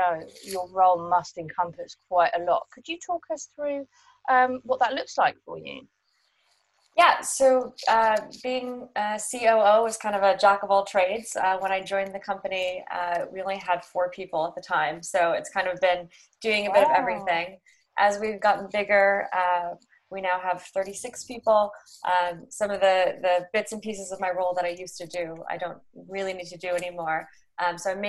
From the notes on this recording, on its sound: joined over Zoom